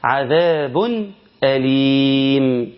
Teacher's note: اظهر التنوين كنون ساكنه قويه جدا جدا بكل وضوح وكل بيان